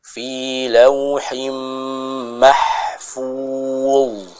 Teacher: kita baca dengan menebalkan huruf dha tersebut